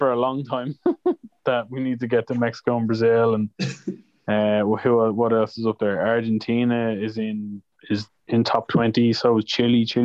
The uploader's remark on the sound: We failed at meeting up but thankfully we have zoom.